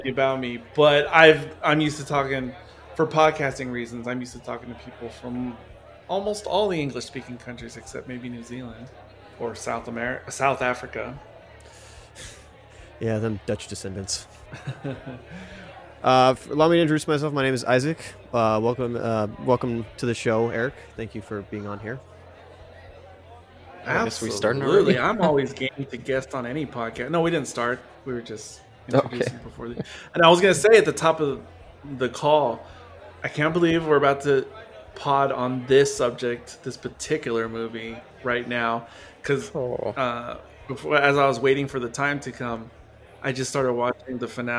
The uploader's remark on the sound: This episode was filmed in front of a live bar-side audience